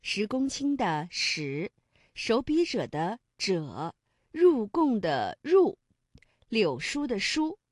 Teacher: 那么以上读音呢都是翘舌音